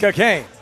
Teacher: He puts the emphasis on the second syllable.